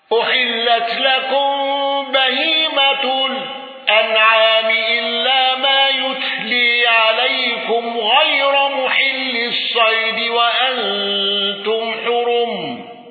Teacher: ابن ذكوان بالسكت على أل واندرج معه حفص.